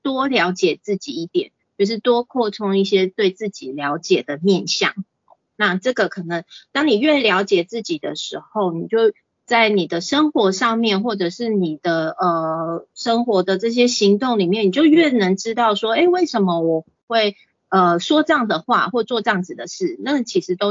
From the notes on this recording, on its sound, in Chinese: 此為線上課程錄音檔！